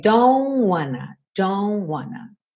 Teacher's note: Então aqui o don't, o T não soa nada